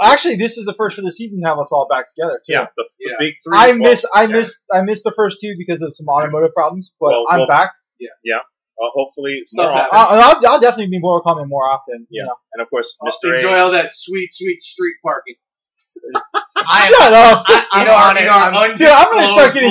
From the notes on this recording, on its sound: Our audio quality issues will be addressed either later this season or during our off-season break.